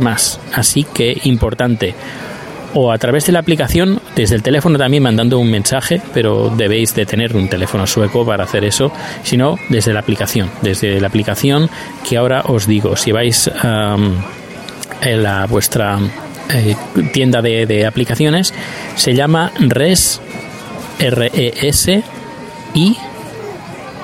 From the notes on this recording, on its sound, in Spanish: Desde el aeropuerto os hablo de las tarifas del transporte público en Estocolmo.